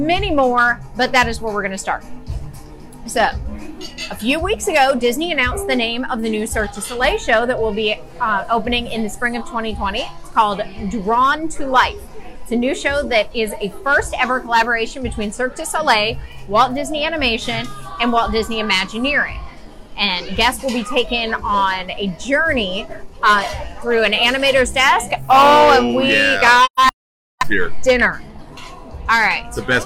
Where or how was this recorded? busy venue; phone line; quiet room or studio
busy venue